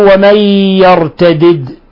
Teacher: ومن يرتدد قلقلنا الدال الثانية لأنها ساكنة